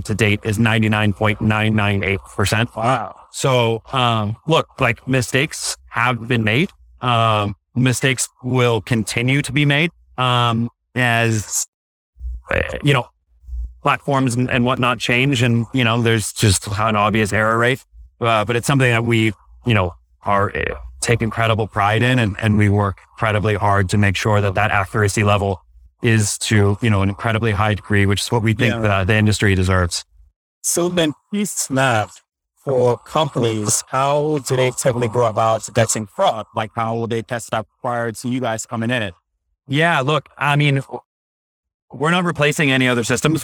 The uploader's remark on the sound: LIVE at Optech